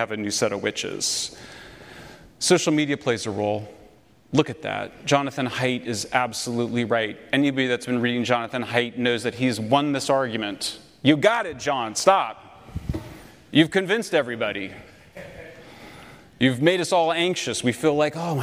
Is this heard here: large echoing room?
yes